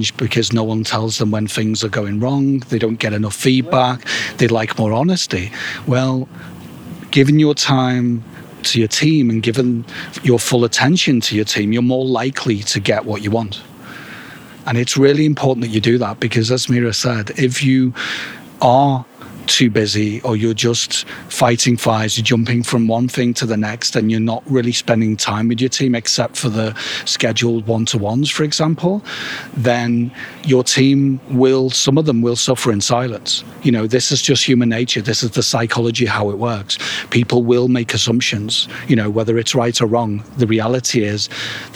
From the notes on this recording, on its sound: recorded at Ada Lake in Belgrade, Serbia